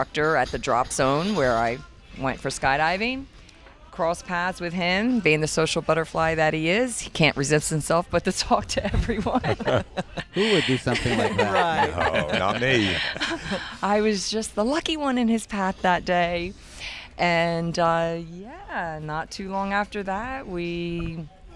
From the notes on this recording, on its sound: Join us on location, on board the Bliss Cruise.